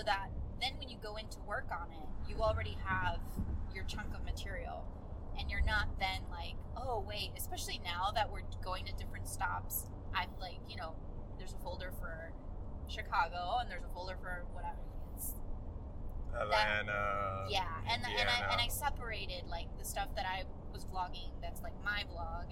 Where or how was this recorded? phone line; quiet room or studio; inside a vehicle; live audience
inside a vehicle